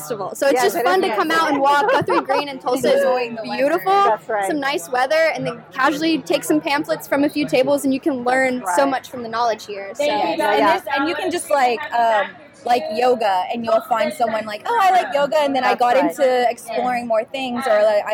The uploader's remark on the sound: Live Interviews At The Tulsa VegFest. This was a one-day event where she had a booth, did giveaways, spoke to the public, and conducted short interviews.